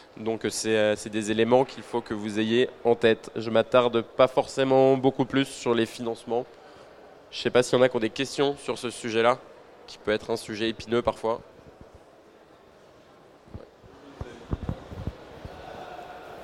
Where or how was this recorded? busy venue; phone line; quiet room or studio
busy venue